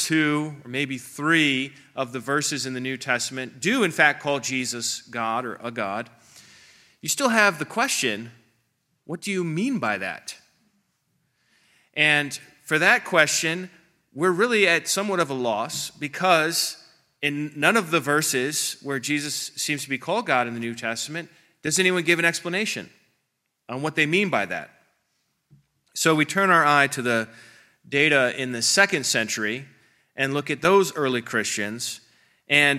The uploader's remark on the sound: This presentation is from the 3rd Unitarian Christian Alliance Conference. In Springfield, OH.